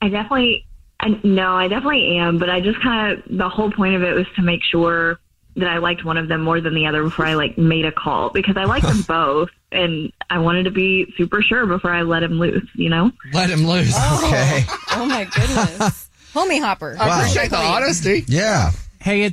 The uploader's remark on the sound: One of our listeners is on the phone.